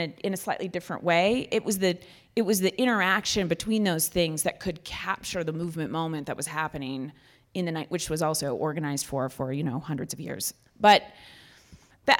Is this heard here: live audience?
yes